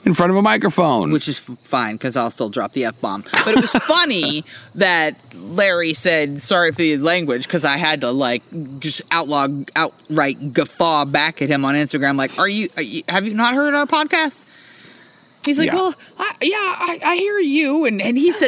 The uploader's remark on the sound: There’s nothing like hanging out by the firepit on a cool spring evening; good conversation and spirits, the sound of crickets chirping underneath the big yellow moon.